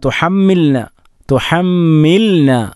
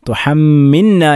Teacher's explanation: ഇദ്ഗാമാക്കിക്കൊണ്ടല്ല അൻസൽനാഹു വലാ തുഹമ്മിൽന ലാമിനെ വ്യക്തമാക്കി തന്നെ ഉച്ചരിക്കണം. · Shown in: first take · Term: ഇൽഹാറ